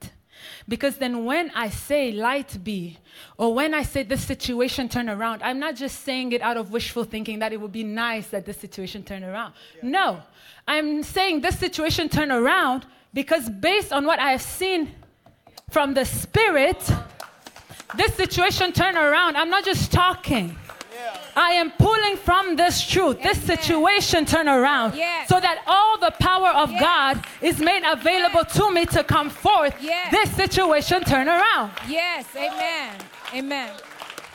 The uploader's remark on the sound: This message was recorded live